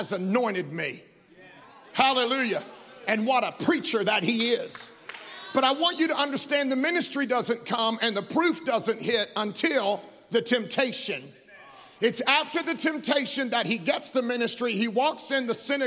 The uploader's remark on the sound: Live from the Tabernacle at Redemption!